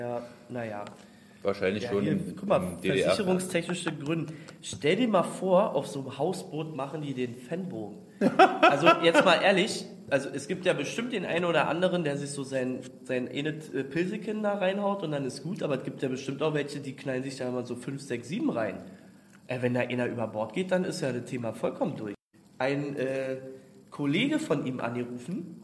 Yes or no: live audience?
yes